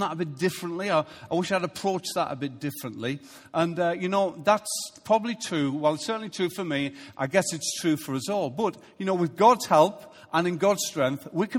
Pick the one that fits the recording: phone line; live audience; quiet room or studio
live audience